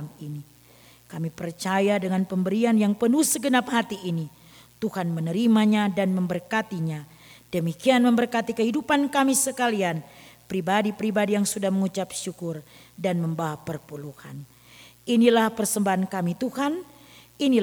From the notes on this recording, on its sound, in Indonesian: Rekaman Khotbah pada Ibadah Minggu malam tgl 16 Juli 2023 dari GKI Kalvari Tembagapura, Papua.